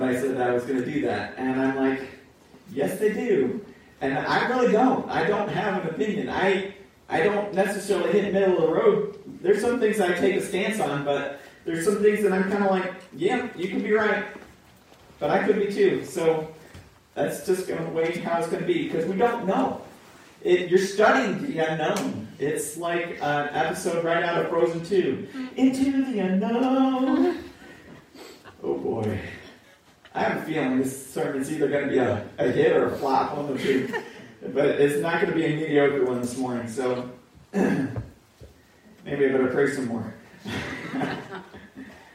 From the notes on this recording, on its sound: Pour Audio